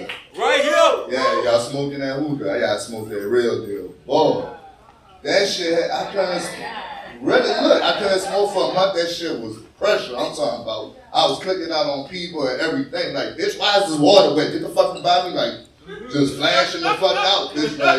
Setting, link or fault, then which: setting, busy venue